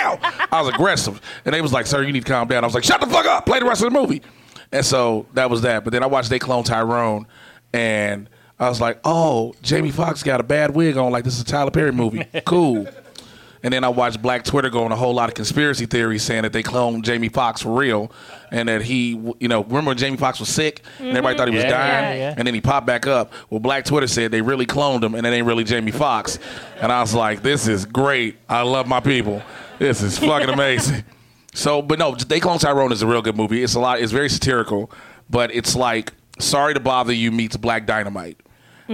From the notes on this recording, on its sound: Live from The Lab at the Hollywood Improv